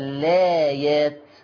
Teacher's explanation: حذف همزة الوصل والبدء باللام مع قصر البدل، يعني لو بدأت باللام ليس لي إلا قصر البدل.